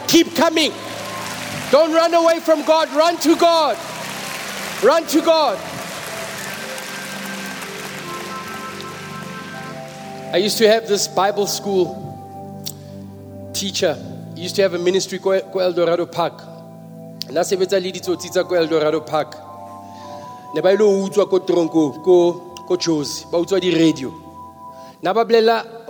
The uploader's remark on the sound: preached at the Good Friday Celebration 2022, hosted at Grace Bible Church Pimville